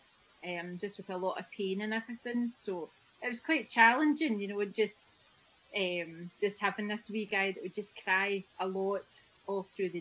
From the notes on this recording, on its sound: Please forgive the audio quality as it was recorded during lockdown over Zoom.